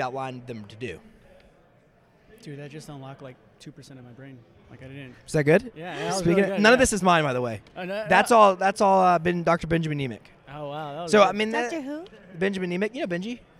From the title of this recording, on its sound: LIVE at Voices Of Dentistry